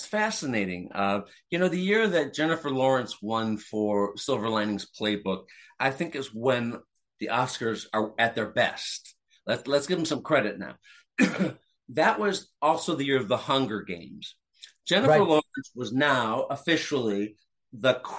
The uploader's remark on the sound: When a couple of Hollywood awards veterans (read: Medicare recipients) get together to slug it out on Zoom.